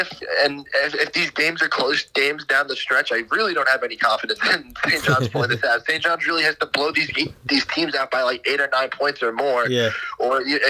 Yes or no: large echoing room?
no